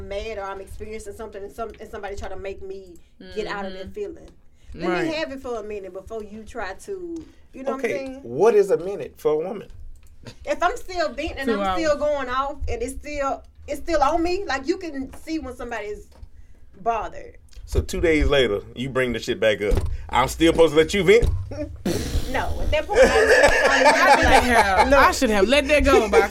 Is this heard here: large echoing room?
no